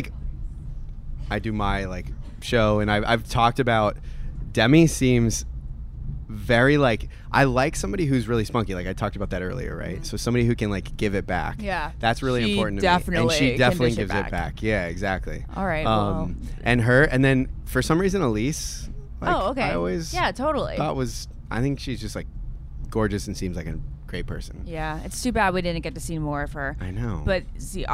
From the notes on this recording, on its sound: Live from the Napa Valley Wine Train with a ton of friends from Bachelor Nation!